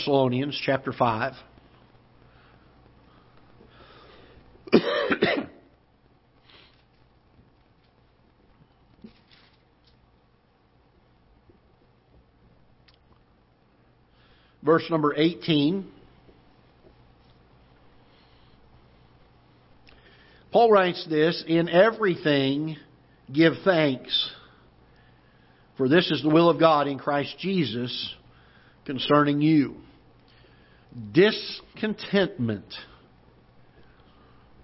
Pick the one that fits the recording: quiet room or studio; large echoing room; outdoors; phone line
large echoing room